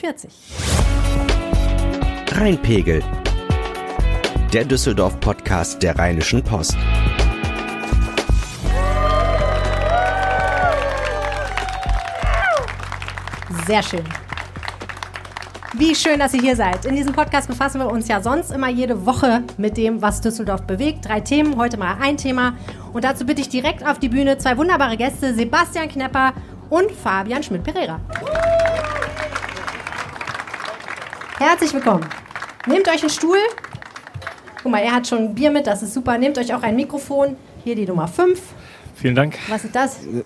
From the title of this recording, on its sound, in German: Live am Stadtstrand